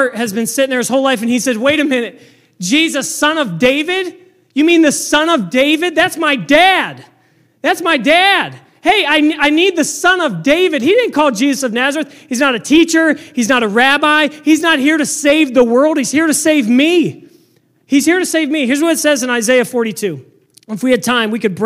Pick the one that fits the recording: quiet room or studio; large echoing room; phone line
large echoing room